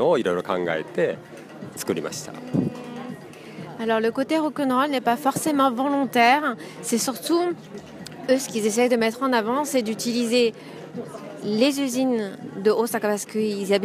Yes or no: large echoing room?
no